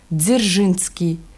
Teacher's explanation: Читается как русские Д и З, произнесенный слитно, не выделяя предзвучие Д